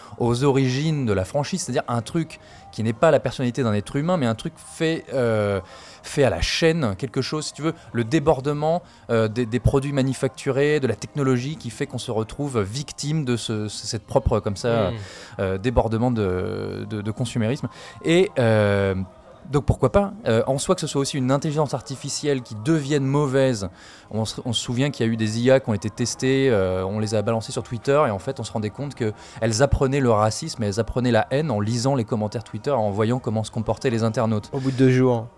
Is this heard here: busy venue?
yes